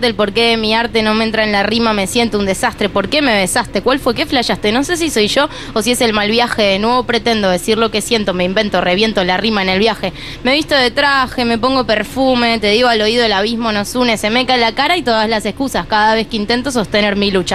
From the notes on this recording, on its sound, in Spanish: En vivo en la terraza de Yunta